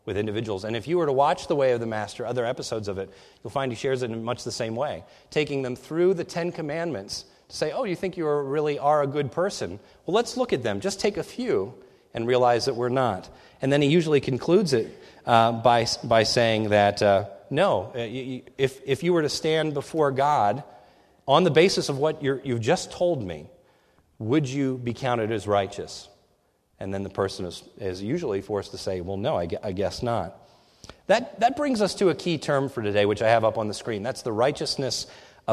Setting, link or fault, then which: setting, large echoing room